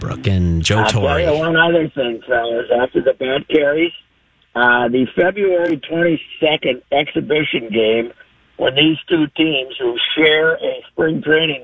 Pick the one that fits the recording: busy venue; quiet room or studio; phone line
phone line